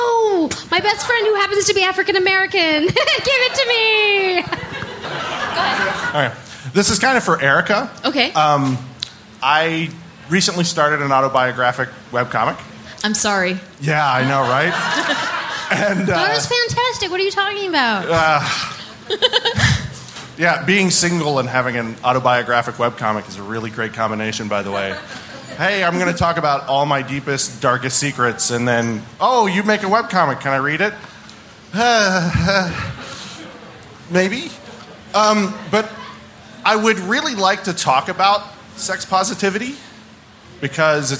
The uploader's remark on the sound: LIVE in Portland